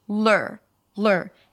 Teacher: Particular and then again, a reduced vowel, lur, lur, an L, and then you shift to an R, lur, as in learn